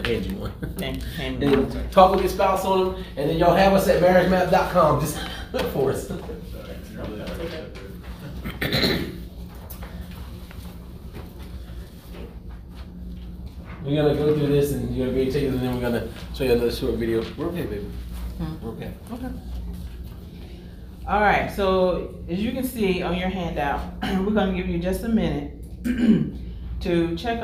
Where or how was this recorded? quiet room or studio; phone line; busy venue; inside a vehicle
busy venue